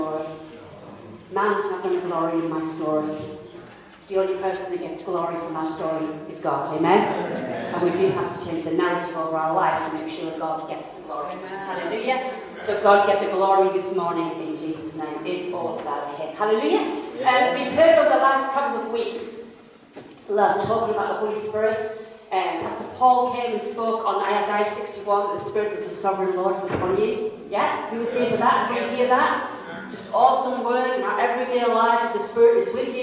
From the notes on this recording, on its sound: KCC's morning service. Please note that this is a live recording and at times audio quality may be affected by external circumstances.